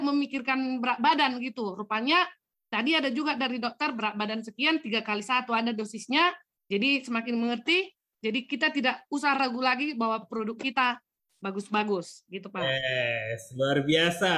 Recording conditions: video call